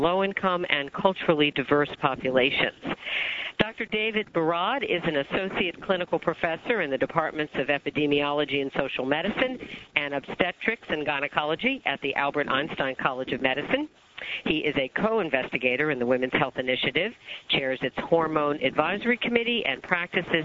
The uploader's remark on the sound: August 2005 Author in the Room® Teleconference